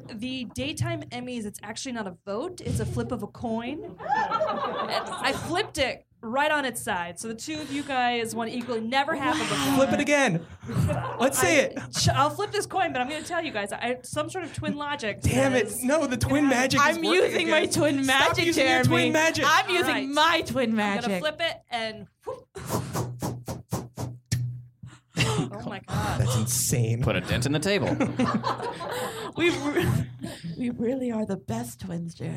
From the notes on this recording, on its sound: Recorded Live at The Good Good Comedy Theatre in Philly. Recorded live at The Good Good Comedy Theatre in Philadelphia, PA.